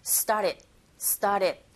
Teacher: 자, 일단 첫 번째, started로 들리지 않고 발음하지 않고 started. 왜냐하면 이 t 사운드가 앞에 s의 영향을 받아서 된소리 현상이 나요. 그래서 start보다는 star, 그리고 t 사운드가 rt 사운드 자체가 모음과 모음과 사이에 있죠.